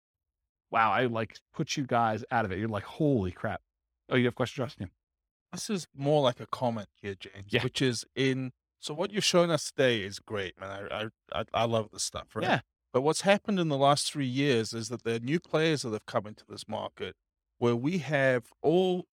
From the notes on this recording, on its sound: This was a live class recorded to give investors a solid qualitative overview of all the different real estate investing strategies.